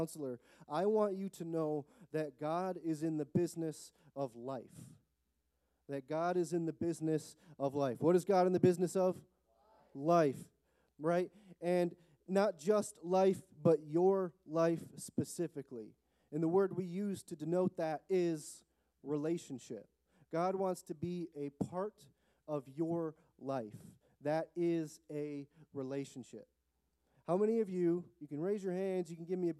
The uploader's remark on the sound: The recording of the Thursday night prayer gathering